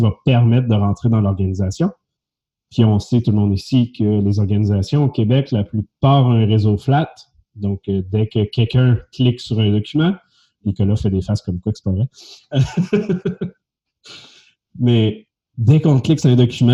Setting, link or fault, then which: link, video call